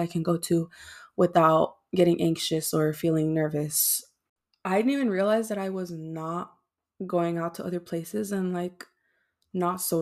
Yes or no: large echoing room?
no